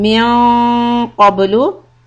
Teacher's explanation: For example, amanat and min qablu for letter noon being followed by letter qaf, we will raise the back part of the tongue so that the ikhfa on noon will be heavy